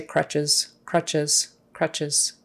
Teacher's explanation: the final S is a Z sound.